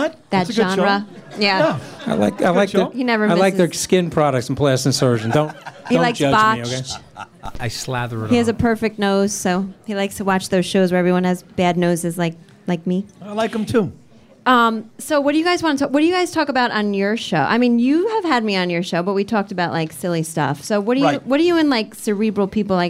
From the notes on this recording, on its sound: Podcast live at Hunt & Fish Club in Times Square!